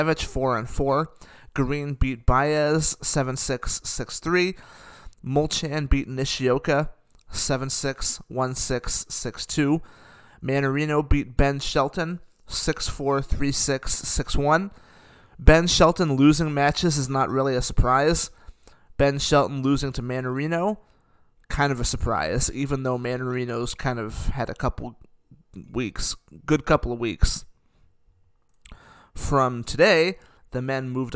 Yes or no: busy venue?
no